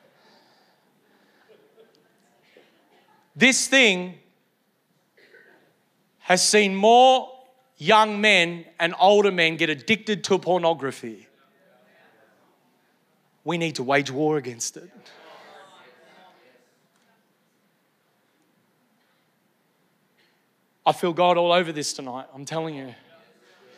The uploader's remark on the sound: Originally Recorded at Neuma Church Melbourne City